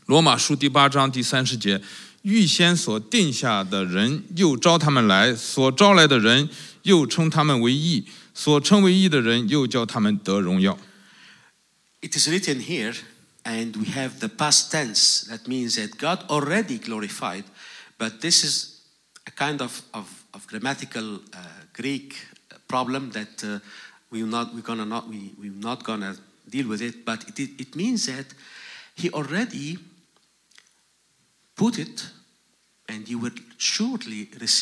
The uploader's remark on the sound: This message was preached in a special meeting where four different congregations, which are using the same building, were gathered together